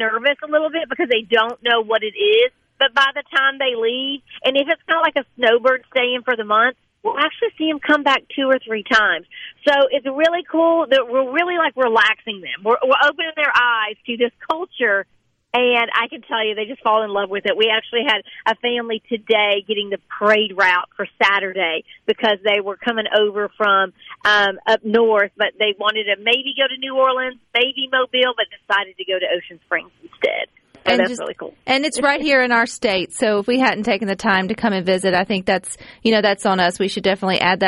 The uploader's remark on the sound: joins the conversation by phone